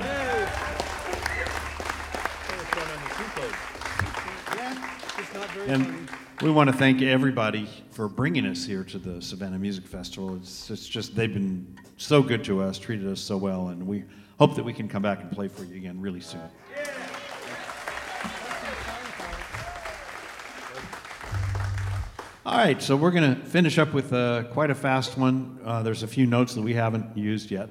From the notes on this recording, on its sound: Savannah Music Festival LIVE. Highlights from a concert at our 2022 festival.